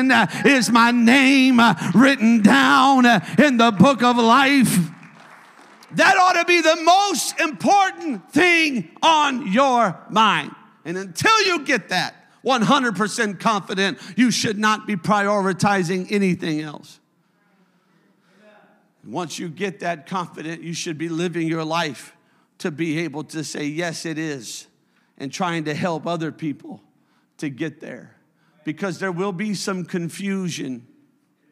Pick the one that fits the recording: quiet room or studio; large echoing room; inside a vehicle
large echoing room